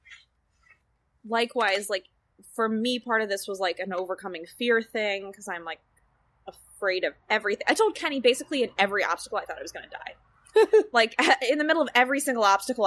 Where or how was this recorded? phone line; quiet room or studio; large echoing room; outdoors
outdoors